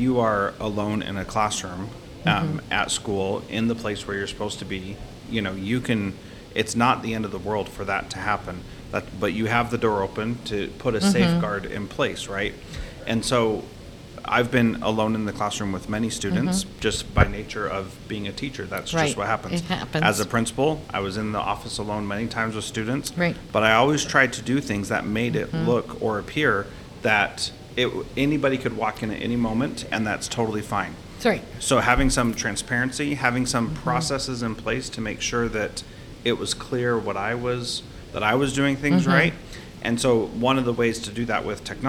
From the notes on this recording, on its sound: This interview is from a recent conference